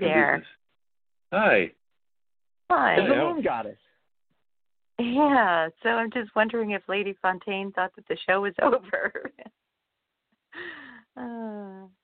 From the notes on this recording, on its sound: interacts with callers